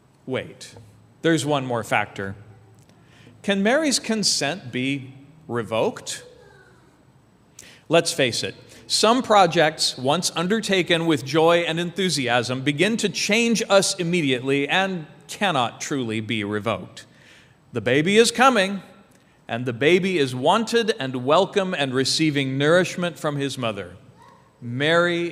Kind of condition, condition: setting, large echoing room